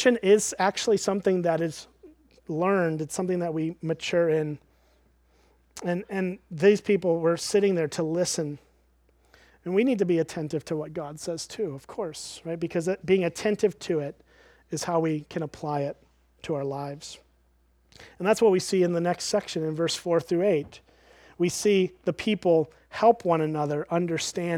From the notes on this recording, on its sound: at Springbrook Church in Antigo, WI